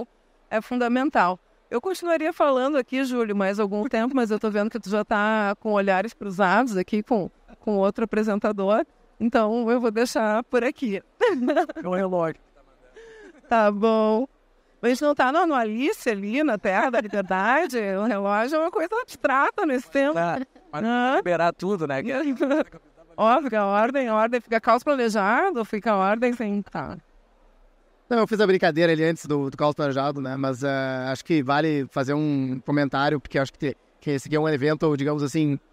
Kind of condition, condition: setting, busy venue